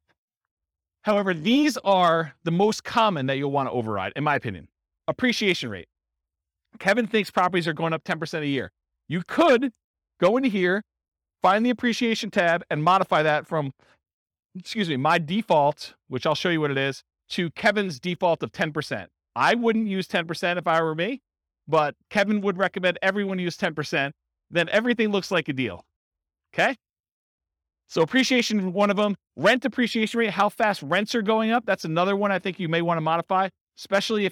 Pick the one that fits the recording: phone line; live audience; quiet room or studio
live audience